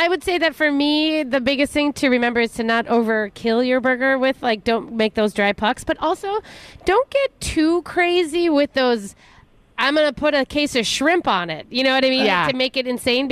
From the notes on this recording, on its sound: broadcast live at Bachman's